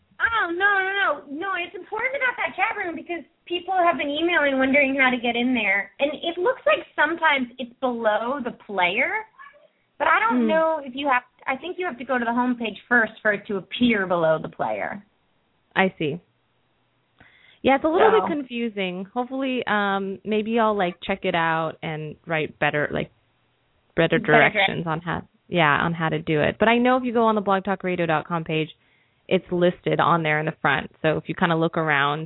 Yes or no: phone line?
yes